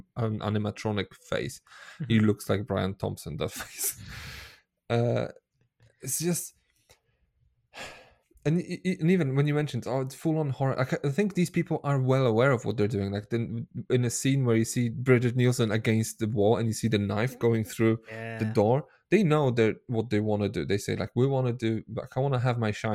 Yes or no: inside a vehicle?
no